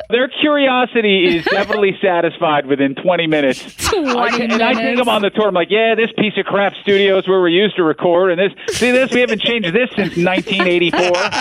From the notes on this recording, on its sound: called